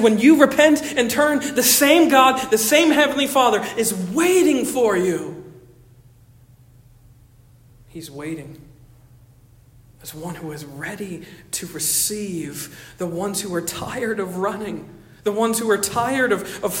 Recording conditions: large echoing room